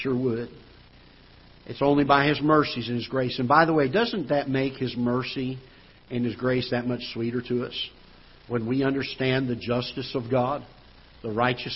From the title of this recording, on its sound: Ketha Heights Baptist Church ~ Live Broadcast